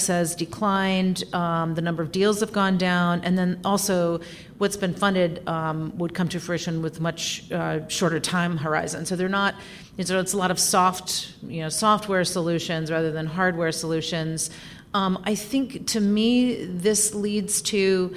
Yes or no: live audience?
yes